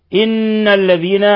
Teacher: حرف غنة مشدد يغن مقدار حركتين